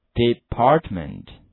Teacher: 但重音的话请大家标在 P 那个地方